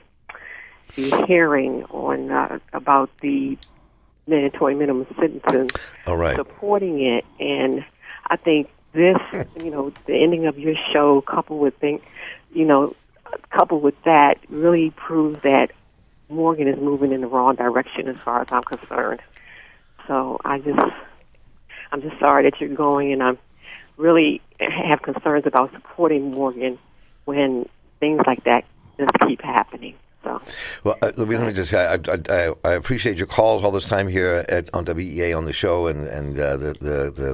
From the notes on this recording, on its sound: We hosted a very special, unstructured, farewell show with open phones for listeners and many guests who came by to send us off.